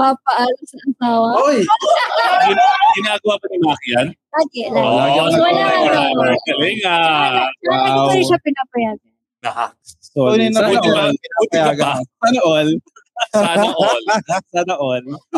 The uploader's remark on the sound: live at De'Ja Brew